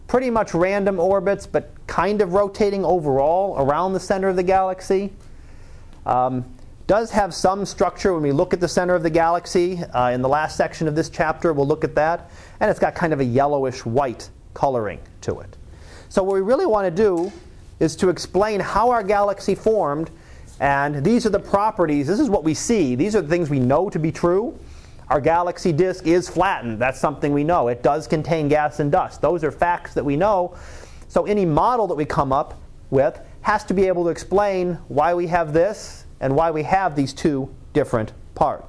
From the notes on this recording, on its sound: Live Class Lecture.